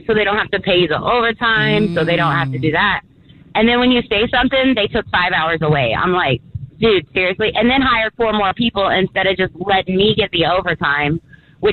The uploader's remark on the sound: called in to get advice